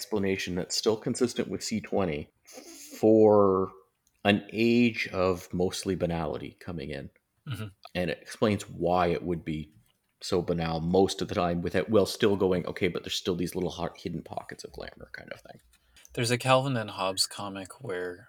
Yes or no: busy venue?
no